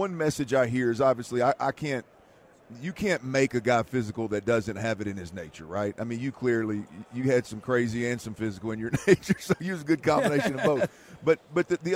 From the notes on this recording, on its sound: LIVE from Vegas radio row